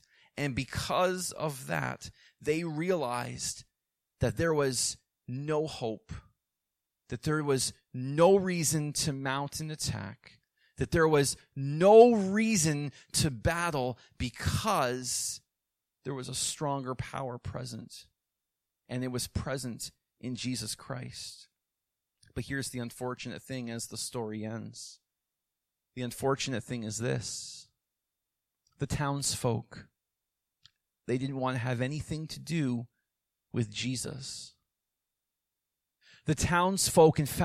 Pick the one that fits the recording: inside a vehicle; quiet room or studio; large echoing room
large echoing room